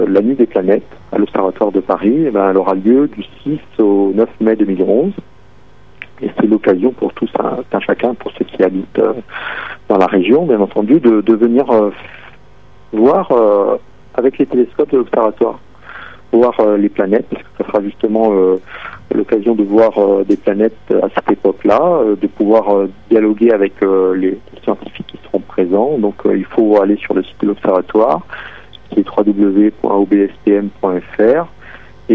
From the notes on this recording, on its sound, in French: Astrophysicien à l'observatoire de Paris (par téléphone).